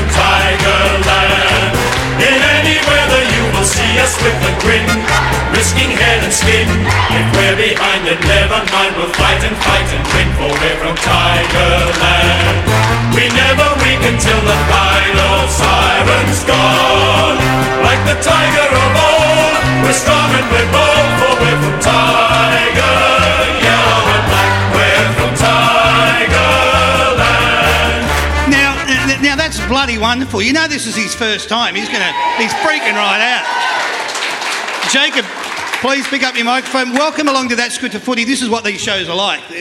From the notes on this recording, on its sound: That's Good for Footy panel show LIVE from the Mulgrave Country Club in Wheelers Hill. That's Good for Footy is a LIVE & interactive footy panel show for all the family.